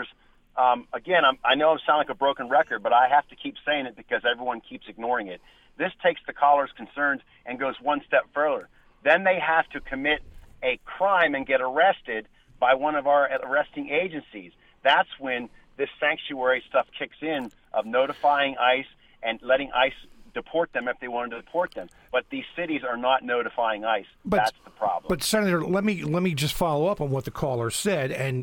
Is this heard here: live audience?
no